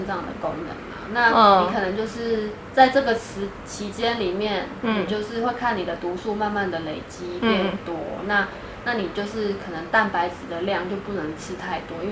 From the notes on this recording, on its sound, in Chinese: 這集是在朋友家錄音，因住大馬路旁所以會有一些環境音，。加上朋友家養魚所以會有水聲，請見諒。